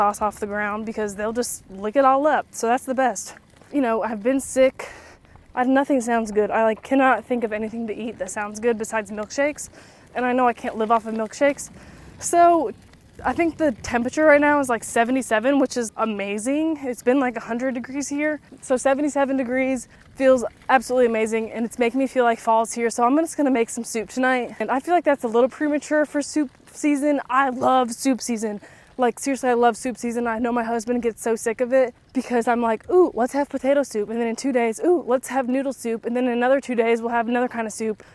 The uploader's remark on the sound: Come stroll with me as I walk and talk.